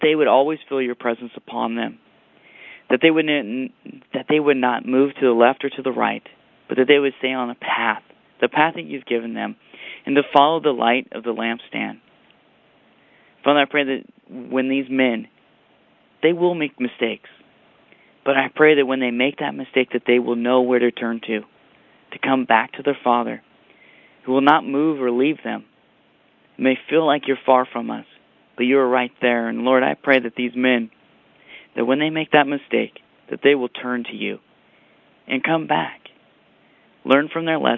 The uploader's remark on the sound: CONFERENCE CALL